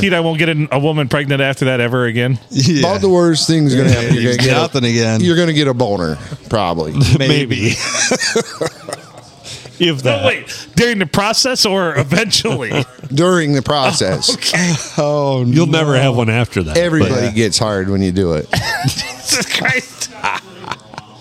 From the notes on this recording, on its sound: Recorded at the Blue, on a Saturday afternoon as the place got busier and busier.